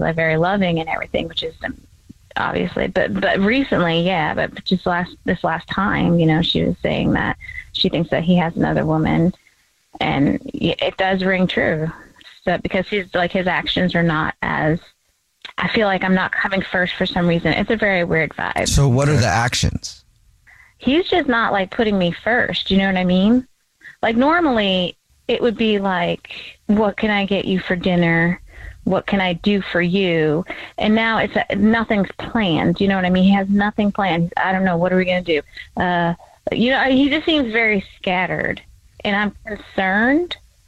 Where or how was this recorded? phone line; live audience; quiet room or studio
phone line